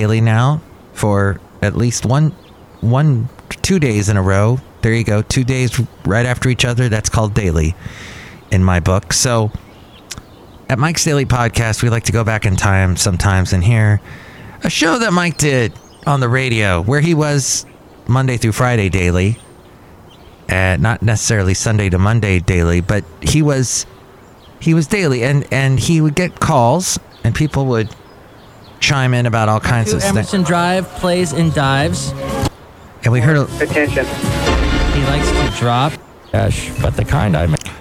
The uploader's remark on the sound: podcasts live from Cafe Anyway